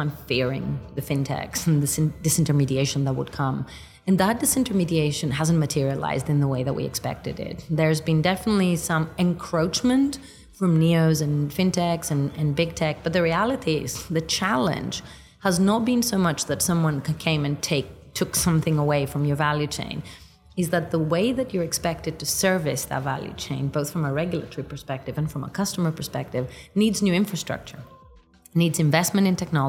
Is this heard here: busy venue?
yes